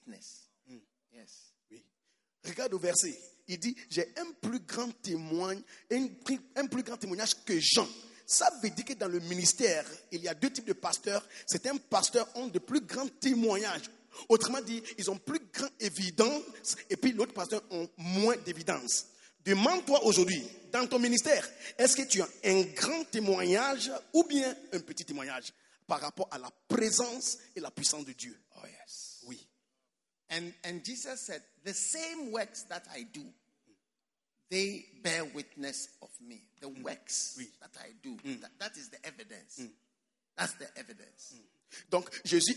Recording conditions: live audience